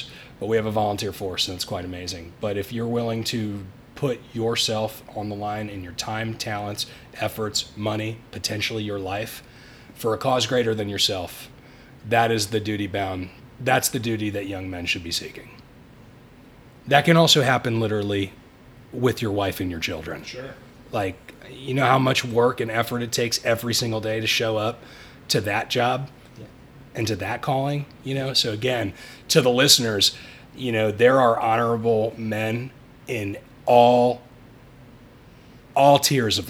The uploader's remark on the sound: originally recorded at The Ellijay Cigar Lounge on the evening of Sept.